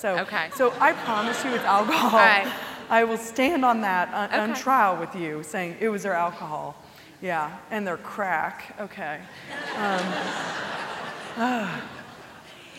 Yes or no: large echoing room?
yes